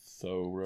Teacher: With the H sounded and stressed on the first syllable.